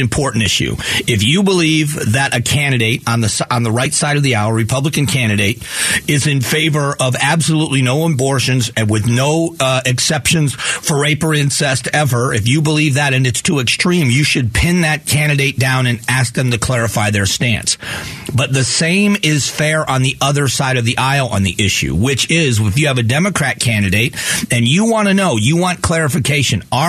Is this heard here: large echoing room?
no